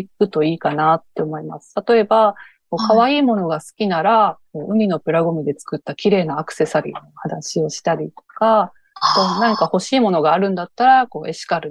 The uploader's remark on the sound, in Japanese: この番組はインタビューもナレーションもリモートで収録しています。ゲスト側の生活音や、ノイズがあったりします。